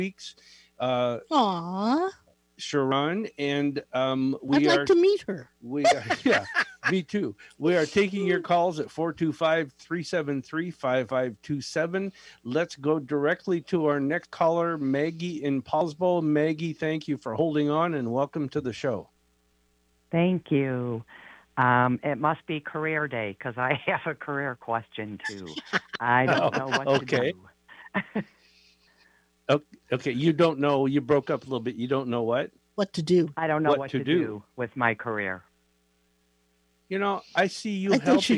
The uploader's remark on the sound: Call In Readings